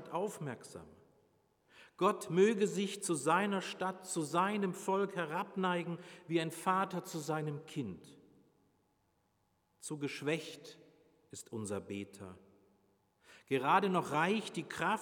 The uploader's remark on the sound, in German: Predigt Pauluskirche 9.5.2021 Rogate